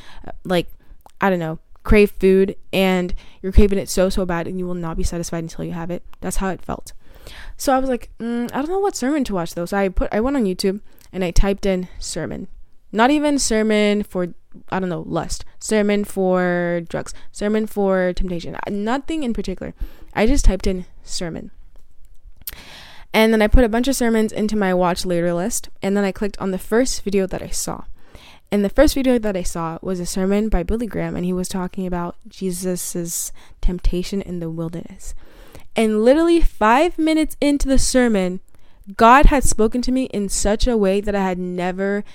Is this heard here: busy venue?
no